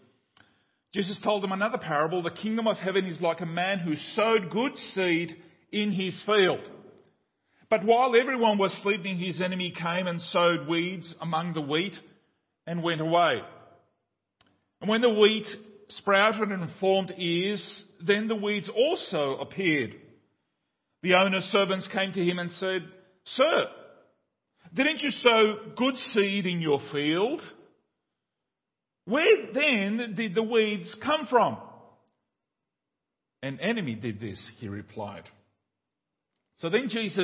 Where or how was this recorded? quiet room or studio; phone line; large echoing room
large echoing room